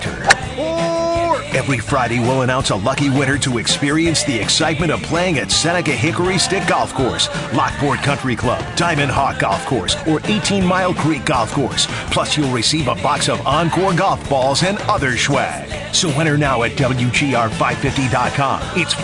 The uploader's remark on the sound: Live from the PGA Championship at Oak Hill